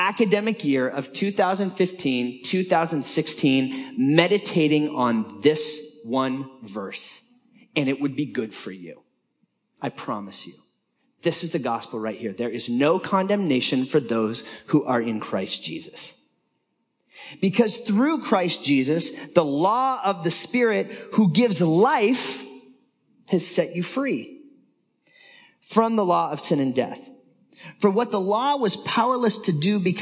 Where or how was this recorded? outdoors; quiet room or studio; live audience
live audience